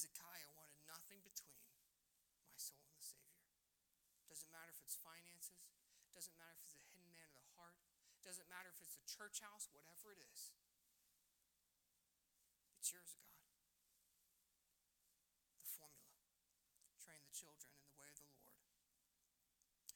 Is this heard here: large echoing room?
yes